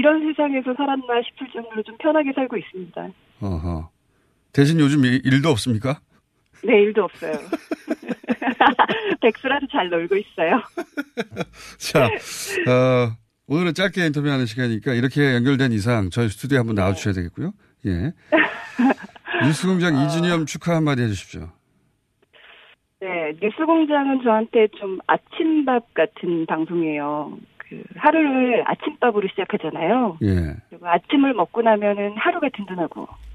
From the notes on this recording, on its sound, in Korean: 릴레이 전화연결